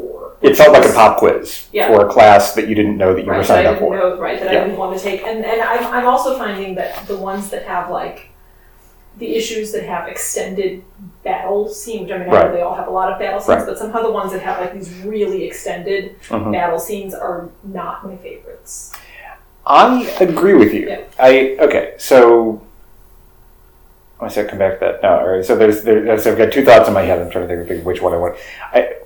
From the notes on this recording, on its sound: The fight scene is almost as bad as the audio. Full disclosure: the audio for this one is terrible. I don't know what happened.